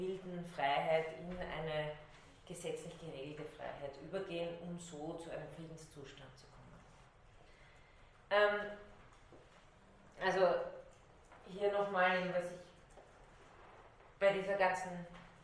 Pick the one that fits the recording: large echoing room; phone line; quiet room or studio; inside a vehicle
large echoing room